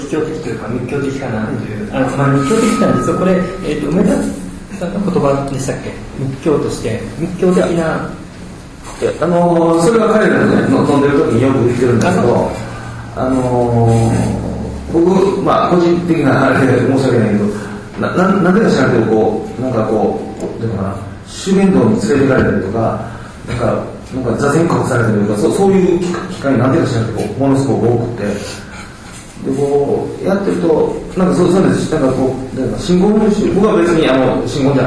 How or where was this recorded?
live audience